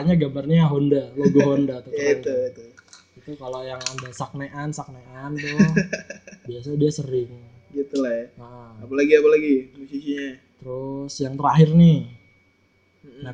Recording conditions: poor microphone